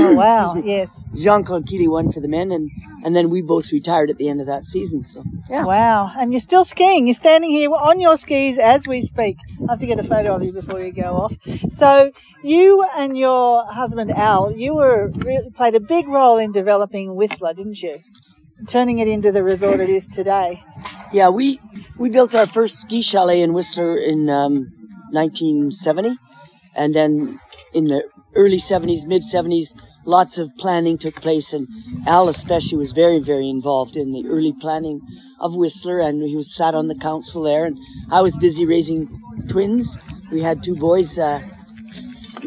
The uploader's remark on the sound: Is currently on the ski slopes in western Canada ata resort called Sun Peaks. Grabbed her phone and interviewed the champion there on the slopes. You might hear a bit of wind noise on the microphone.